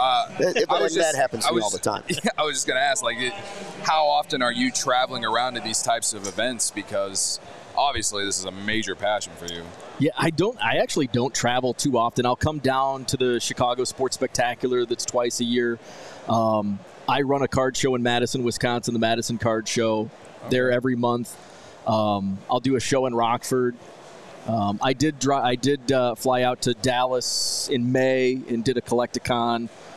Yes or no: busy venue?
yes